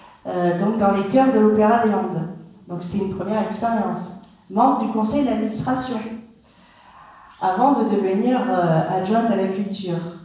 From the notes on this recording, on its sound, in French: Retour sur la soirée de présentation du programme du prochain festival de l'opéra des Landes à Soustons ( espace culturel Roger Hanin). Retour sur la soirée de présentation du programme du prochain festival de l'opéra des Landes à Soustons ( espace culturel Roger Hanin).